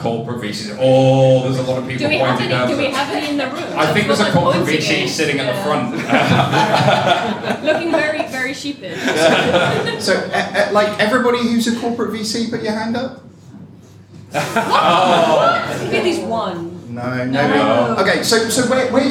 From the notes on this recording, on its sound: We have a live audience, a later start than usual and plenty to drink.